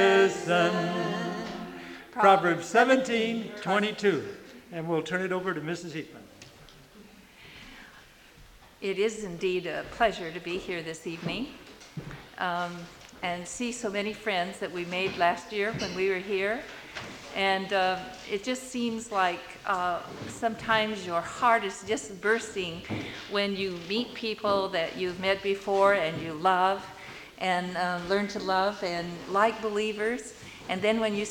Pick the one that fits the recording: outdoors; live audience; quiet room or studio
live audience